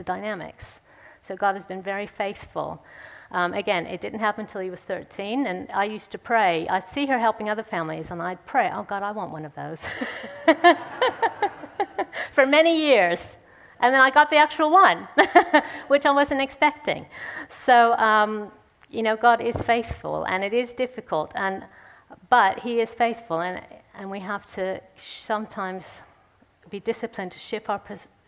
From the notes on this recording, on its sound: speaks at the Third Person conference in session 3